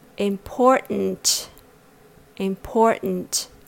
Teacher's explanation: American people often skip the first T sound to save the extra air they need to make the sound.